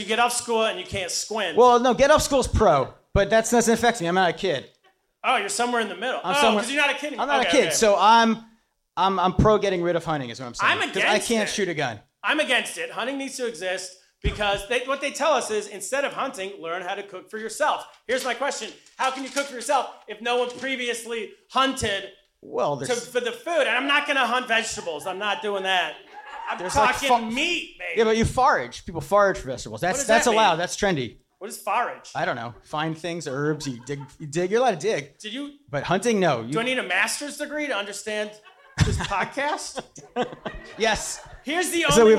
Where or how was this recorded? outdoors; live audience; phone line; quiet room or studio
live audience